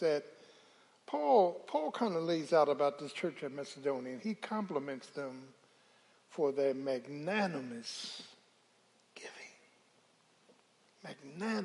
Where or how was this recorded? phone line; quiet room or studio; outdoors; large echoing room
large echoing room